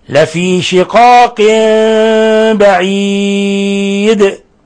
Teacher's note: لما وقفنا على الدال بالسكون كان لابد من إعطائها حقها من القلقلة، لأنها من حروف قطب جد المقلقلة، الحروف الخمسة.